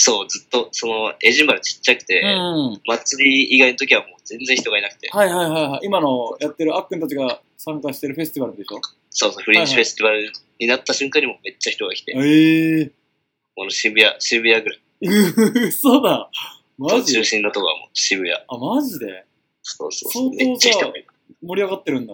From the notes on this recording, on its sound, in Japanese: Skypeを通して、エジンバラでの生活をお届けしてくれました。